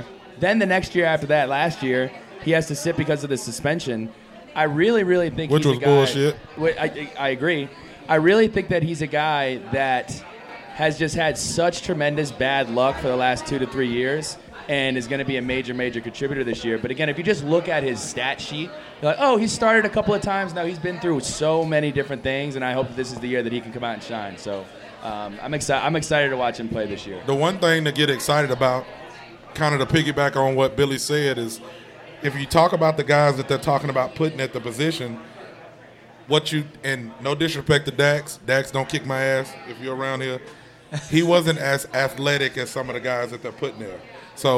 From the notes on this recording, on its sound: The Spring Game Pregame Show live from Sharkey's. Came together down in Blacksburg.